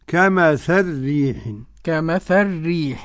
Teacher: قرأ السوسي بإدغام اللام في الراء